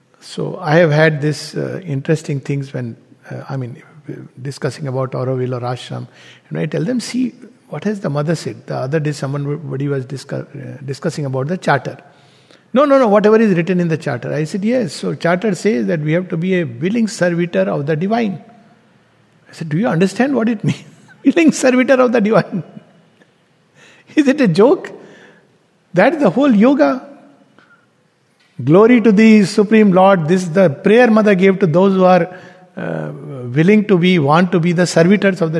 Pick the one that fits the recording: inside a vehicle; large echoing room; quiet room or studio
large echoing room